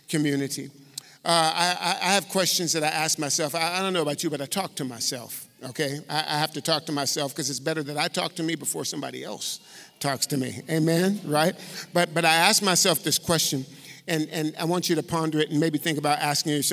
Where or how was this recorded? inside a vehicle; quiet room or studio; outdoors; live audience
live audience